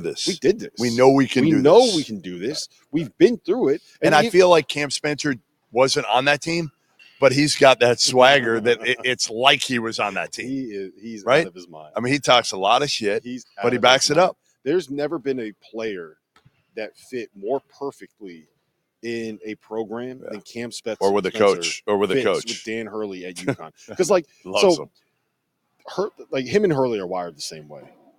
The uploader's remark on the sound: LIVE from Neville Arena in Auburn